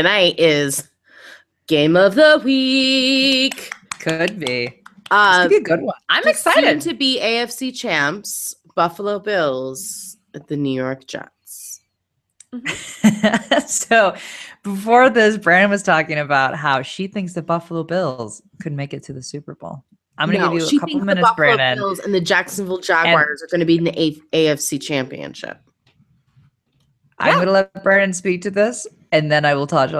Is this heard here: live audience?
no